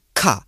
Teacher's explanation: when you stick in like some air into a consonant and it goes from da to ta or ga to ka, right? Like you're sticking air into the consonant itself. · Term: aspiration